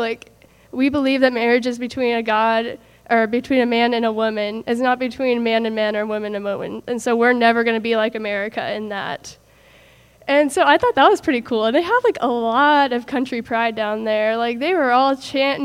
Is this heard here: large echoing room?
yes